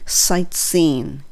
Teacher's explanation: サイトシーンでサイトの T っていうのは落ちるんですよね、結構。